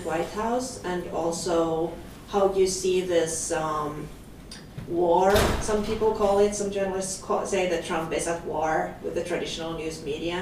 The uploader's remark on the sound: This Shorenstein Center Speaker Series event was recorded February 21, 2017, at Harvard Kennedy School.